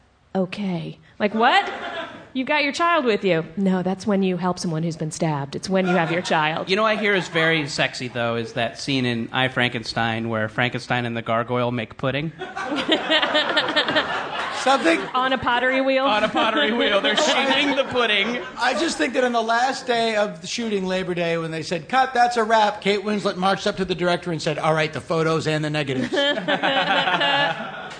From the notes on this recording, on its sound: Live on a Battleship. Recorded live on the USS Iowa.